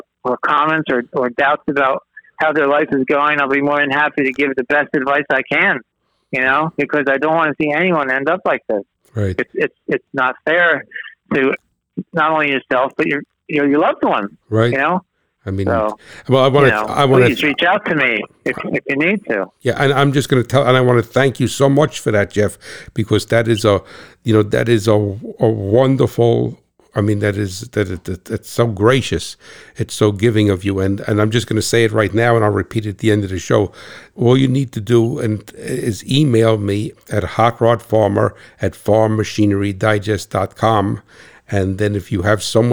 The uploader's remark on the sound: This episode was recorded over the telephone. An inmate in the NJ State Prison System.